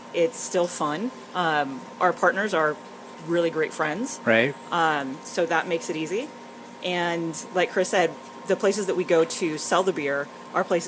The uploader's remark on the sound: Recorded at Cooper Mountain Ale Works with the Hops on Tap Crew.